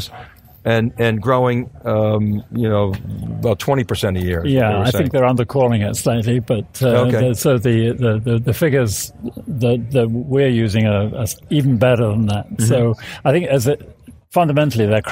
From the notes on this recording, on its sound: theCUBE's live coverage of Micron Insight'18 at Pier 27 in San Francisco, CA.